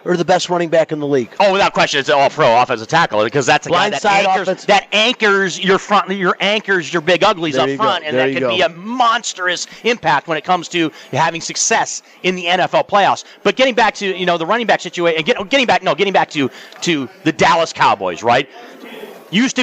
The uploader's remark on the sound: Live from the Super Book at the Westgate Las Vegas